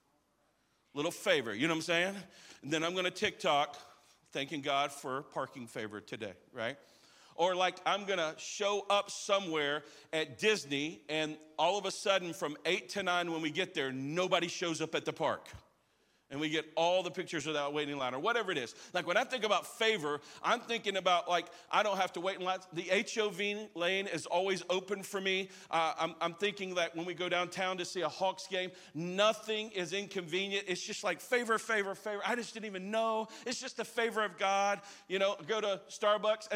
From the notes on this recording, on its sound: live from our 10am service at our Alpharetta campus on Sunday, December 17th!